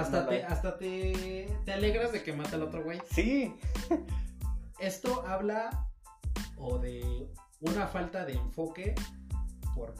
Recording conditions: poor microphone